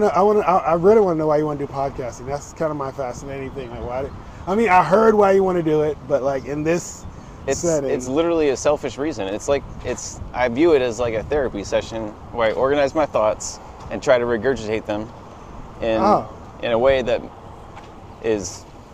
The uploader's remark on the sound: In this episode, I do a walk and talk